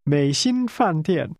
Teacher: That's a falling, rising tone, a high-level tone, and two falling tones.